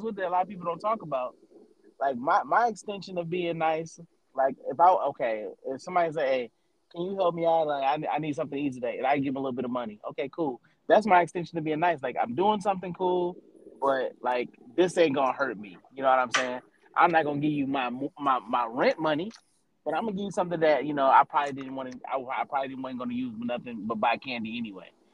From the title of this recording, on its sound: Phone Convo